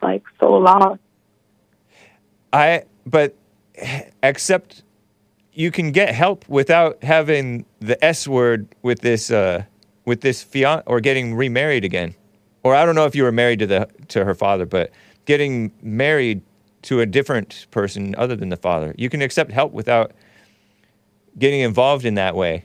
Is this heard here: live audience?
no